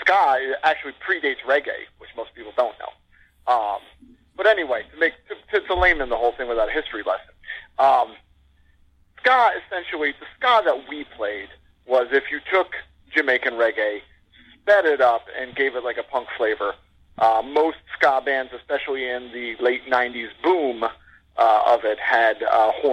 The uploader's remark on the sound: The show's first ever phone interview.